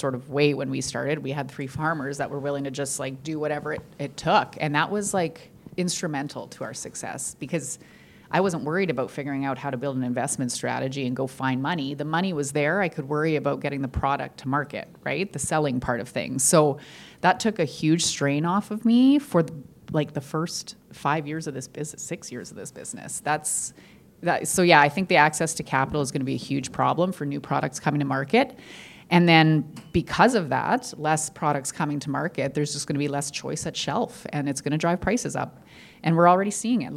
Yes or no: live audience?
yes